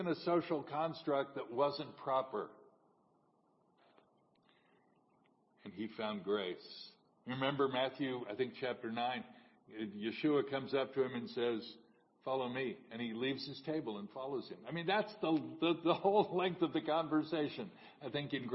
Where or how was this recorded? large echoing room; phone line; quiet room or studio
large echoing room